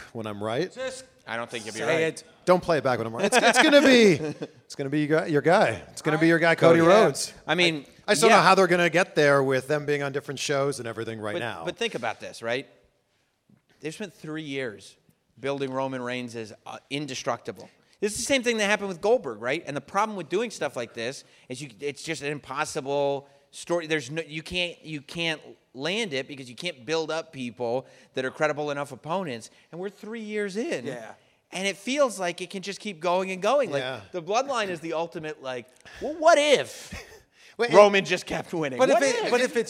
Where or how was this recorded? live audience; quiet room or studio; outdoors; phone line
live audience